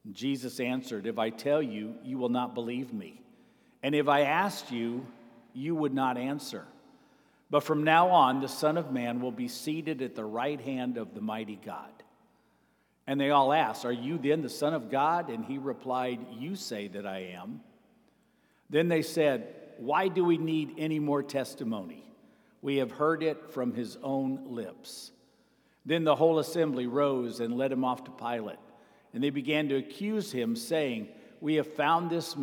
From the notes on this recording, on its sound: Sermon Preached on June 11, 2023, at Avondale Baptist Church.